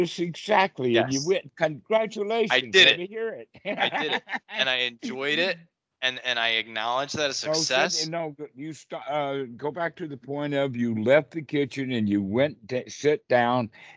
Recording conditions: video call